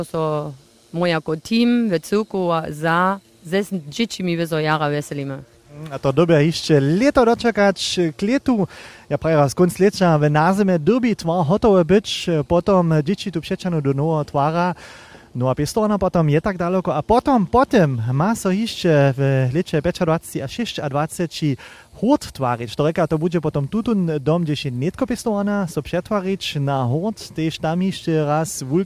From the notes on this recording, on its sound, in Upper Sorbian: Smy dźensa live w Ralbicach pobyli, hdźež so nowa pěstowarnja twari!